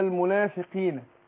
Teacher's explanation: القاف مكسورة هتاخد أدنى درجات تفخيم